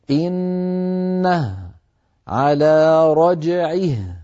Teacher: لذلك علماؤنا ألحقوها واوا صغيرة بعد الهاء، تجدون واو صغيرة، هذه من زيادات العلماء، يقولون للقارئ طول الضمة حتى يتولد منها واو لفظية في حالة الوصل فقط، في حالة الوصل فقط. أما في حالة الوقف فنقول إنه على رجعه بهاء ساكنة، سواء كانت الهاء في الوصل مضمومة أو مكسورة.